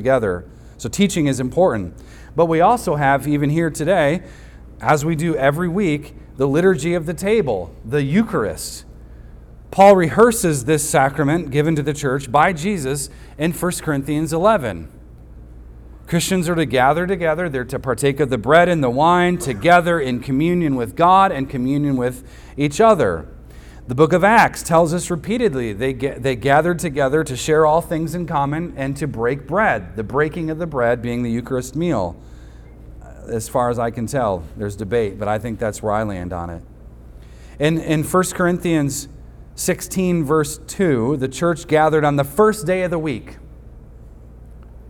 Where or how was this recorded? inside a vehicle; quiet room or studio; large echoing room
large echoing room